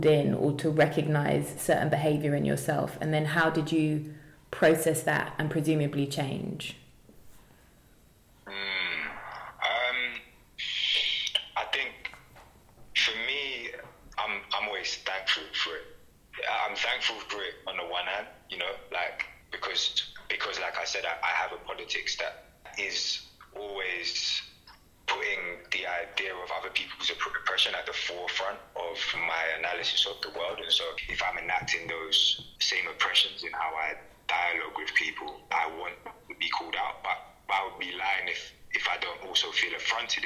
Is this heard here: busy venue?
no